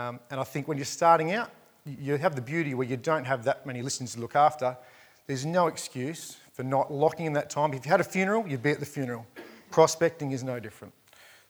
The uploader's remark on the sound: Welcome to a special edition of The Crunch, recorded live at REBar Camp 2018.